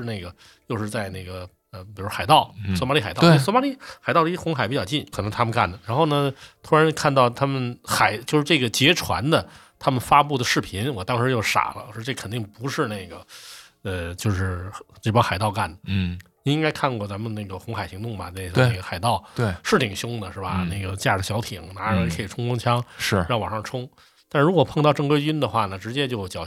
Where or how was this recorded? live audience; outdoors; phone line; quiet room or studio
quiet room or studio